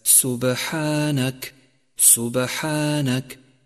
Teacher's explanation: لاحظ صفة القلقلة الصغرى لحرف الباء في كلمة سبحانك